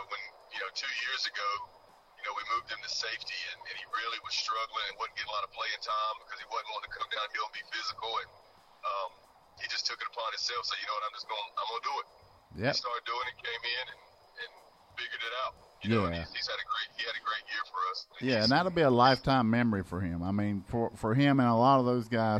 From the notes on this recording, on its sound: In a exclusive phone interview.